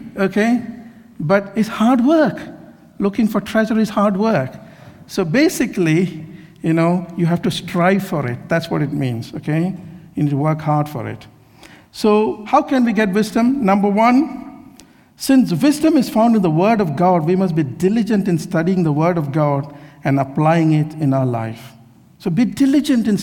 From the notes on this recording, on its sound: This sermon was recorded on Sunday 30th July 2023 at our Great Denham venue.